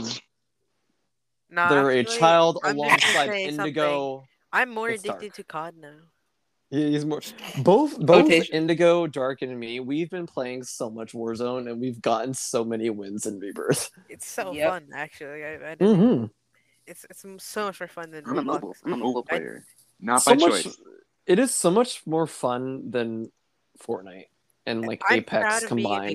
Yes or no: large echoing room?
no